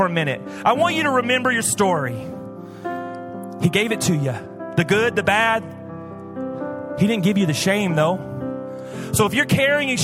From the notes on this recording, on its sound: Recorded live at Hope Church in Springfield, Mo.